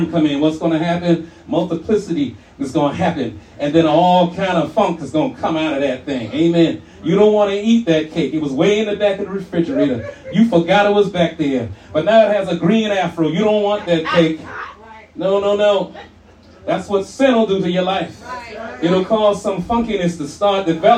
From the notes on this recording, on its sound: shared this message live at RACC on 9/24/23.